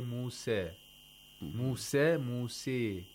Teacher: Minor imala means 75% aliful mad, 25% ya'ul mad. For example, it's closer to aliful mad actually.